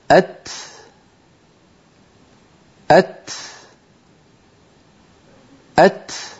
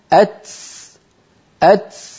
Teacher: طرف اللسان يقرع مخرج التاء، ويتبع ذلك نفس يجري ويخرج · Shown in: first take · كما ترون. ولاحظوا بأن اللسان لما يتجافى عن موضع التاء لا ينزل إلى مكانه الأصلي إلى تحت عند الأسنان السفلى مباشرة.